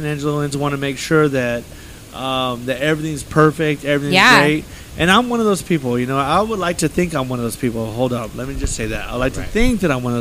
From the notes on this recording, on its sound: Live from Kimbo’s Saloon. Recording live from one of San Angelo’s oldest saloon, Kimbo’s Saloon.